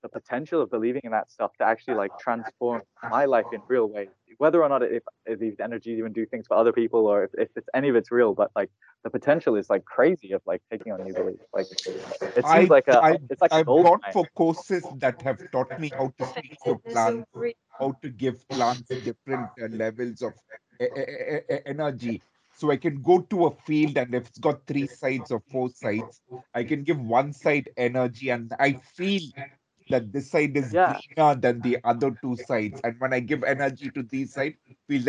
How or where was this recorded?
video call